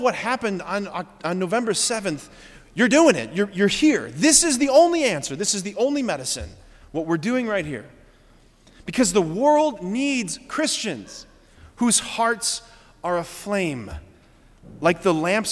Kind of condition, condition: setting, large echoing room